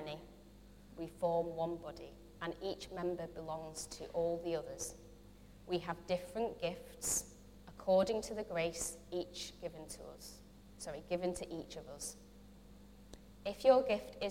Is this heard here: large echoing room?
yes